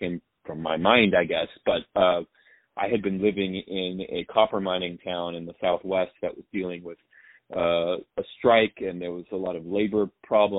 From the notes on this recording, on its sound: On the phone